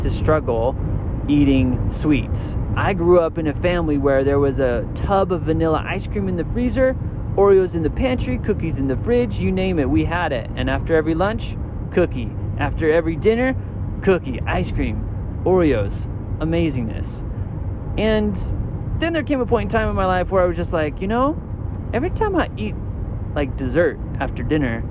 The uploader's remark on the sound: I'm at a conference this week. This episode I broadcast live from my minivan with a special guest and friend.